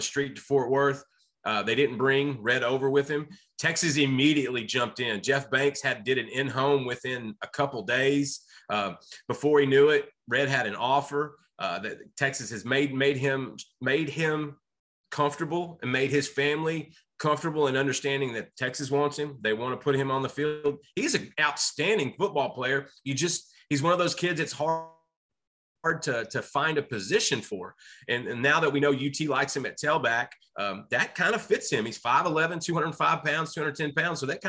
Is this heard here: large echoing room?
no